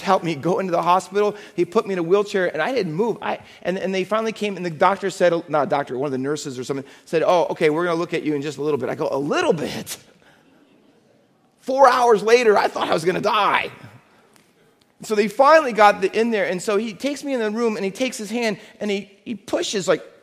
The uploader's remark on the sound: Faith Baptist Church in Hamilton, NJ.